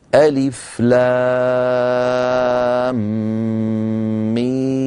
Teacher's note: إذن لابد من مد لام ست حركات لأنه مد لازم حرفي مثقل